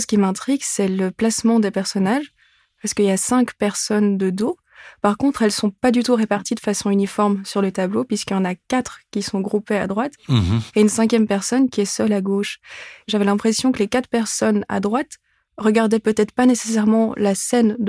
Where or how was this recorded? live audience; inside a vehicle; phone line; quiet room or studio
quiet room or studio